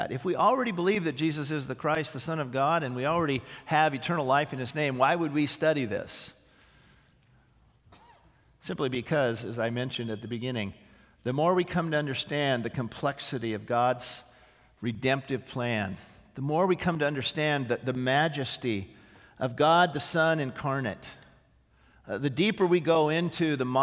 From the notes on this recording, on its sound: This sermon was originally preached on April 29, 2018, at Grace Baptist Church in Santa Clarita, CA